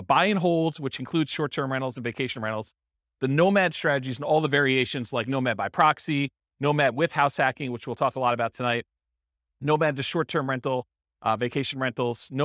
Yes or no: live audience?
yes